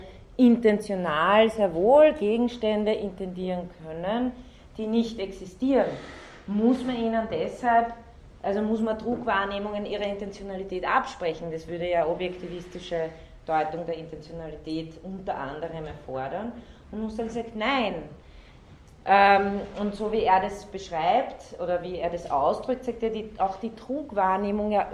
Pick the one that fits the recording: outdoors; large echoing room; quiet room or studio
large echoing room